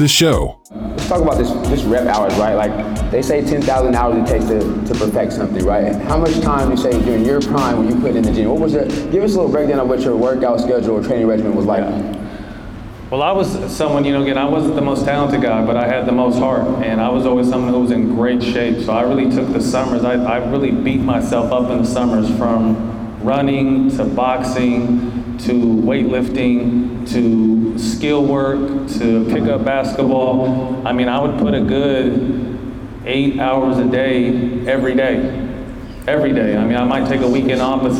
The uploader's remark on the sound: joins us live at his basketball camp